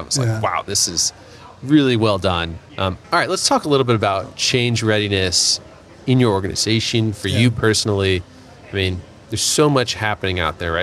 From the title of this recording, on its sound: LIVE from Pittsburgh MiniCon